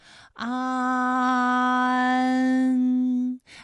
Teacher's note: 韵母是一安。自然的然，前鼻韵母安。好，那么关于带安的前鼻韵母啊，我们再放到一起对照，再来看一看它们的发音要领。首先，安发音的时候呢，起点元音是前低不圆唇元音啊，舌尖抵住下齿背，舌位降到最低，软腭上升，关闭鼻腔通路啊。那我们从前啊开始，舌面升高，舌面的前部抵住硬腭的前部，当两者将要接触的时候，软腭下降，打开鼻腔通路，紧接着舌面前部与硬腭的前部闭合，使在口腔受到阻碍的气流从鼻腔里透出，口型由开到合，舌位移动比较大